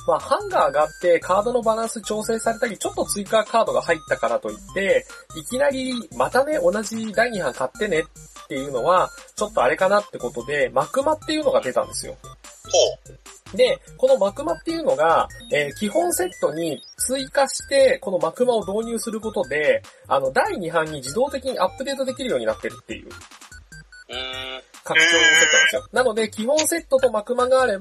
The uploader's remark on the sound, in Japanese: 深夜のテンションで喋っているので。ボドオレ初のスカイプ収録となります。一部音質が悪かったりもしますがご容赦ください。